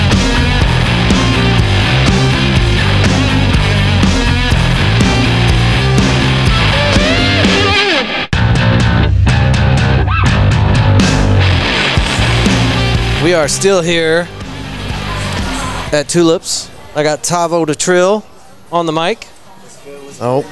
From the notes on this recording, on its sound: We were invited to Tulips for an excellent night of music and podcasting with some of our cities most well-known hip hop artists for this recording.